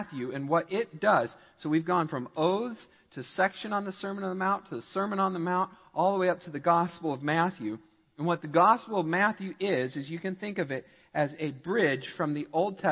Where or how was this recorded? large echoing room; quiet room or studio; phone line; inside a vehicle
large echoing room